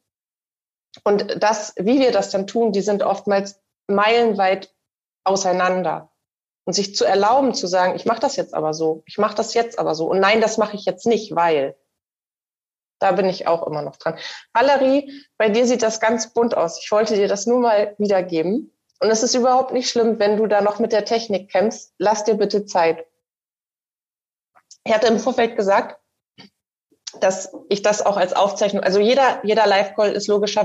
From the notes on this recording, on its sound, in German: Den Zusammenschnitt aus dem ersten CoachTime LIVE Call unserer SILA. Da es das Audio eines Zoom-Calls ist, bitte ich die nicht ganz so 100% reine Tonqualität zu entschuldigen.